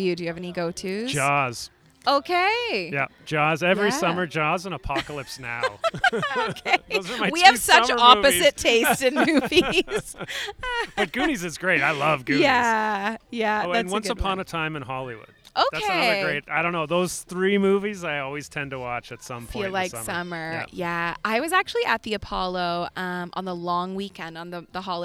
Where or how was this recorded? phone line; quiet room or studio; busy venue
busy venue